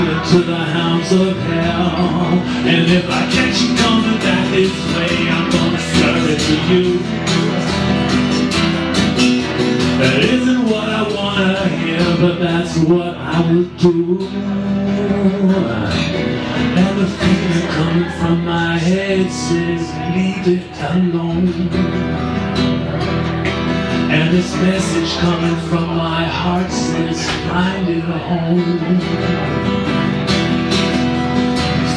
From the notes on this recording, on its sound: (Live In Hammersmith). A very impromptu live performance.